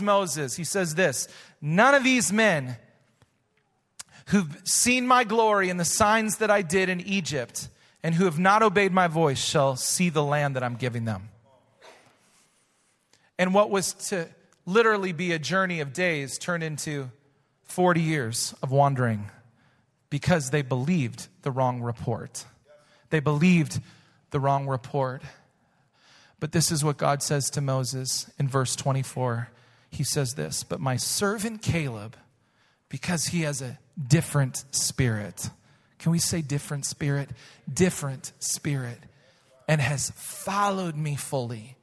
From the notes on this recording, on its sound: Recorded live at Hope Church in Springfield, Mo.